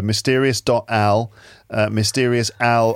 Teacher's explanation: You've just got a London accent, so Al can sound like a bit like owl because L sounds can sound a bit like W sounds with a London accent